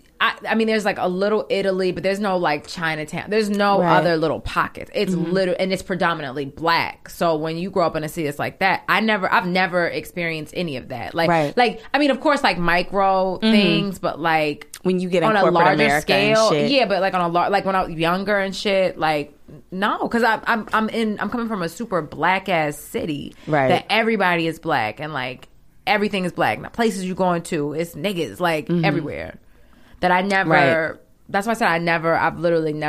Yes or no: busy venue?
no